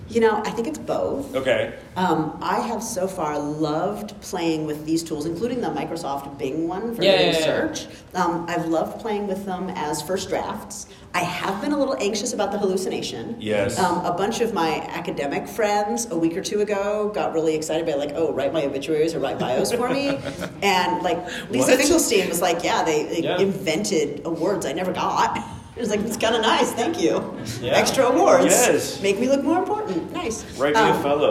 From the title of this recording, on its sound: LIVE at SIOP